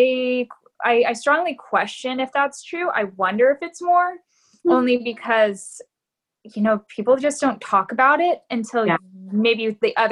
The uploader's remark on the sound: Via Zoom chat.